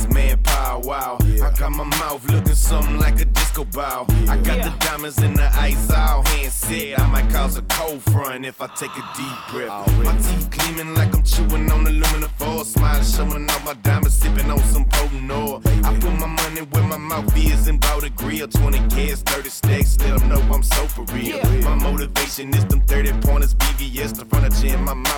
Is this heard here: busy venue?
yes